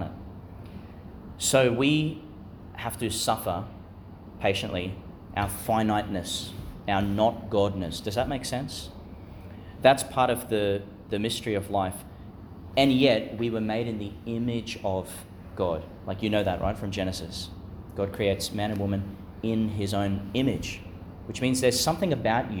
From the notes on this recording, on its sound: delivered in the Chapel of Chanel College, Gladstone, Qld.